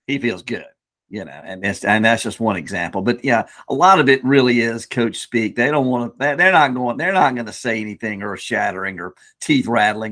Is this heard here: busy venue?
no